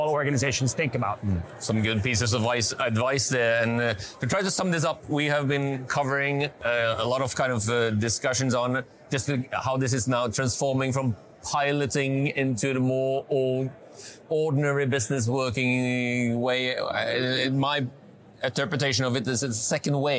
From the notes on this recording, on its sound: We get an exclusive insight on the live atmosphere from Oslo Business Forum 2023.